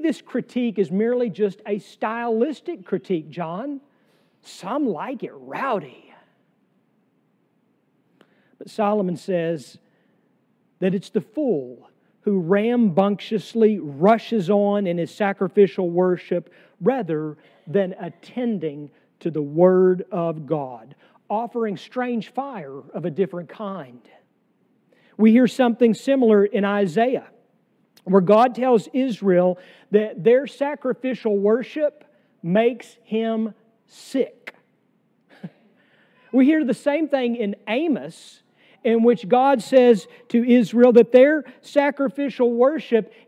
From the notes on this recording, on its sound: Sermon from our worship service on July 2, 2023.